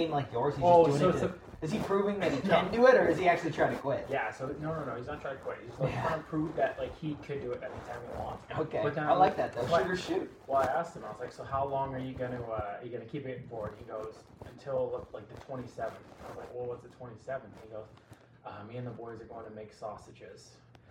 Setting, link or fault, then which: fault, poor sound quality